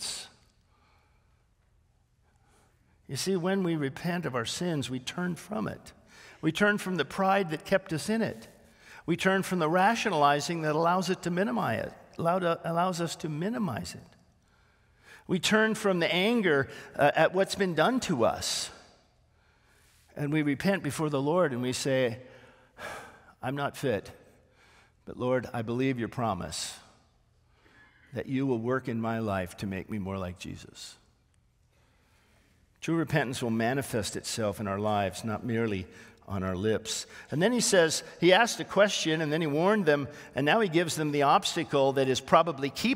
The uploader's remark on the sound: This sermon was originally preached on January 21, 2024, at Grace Baptist Church in Santa Clarita, CA